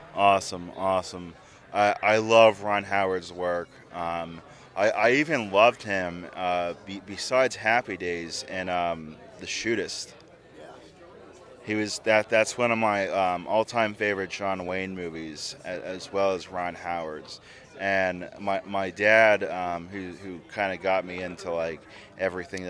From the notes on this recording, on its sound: live from Pittsburgh's Horror Realm Con 2020.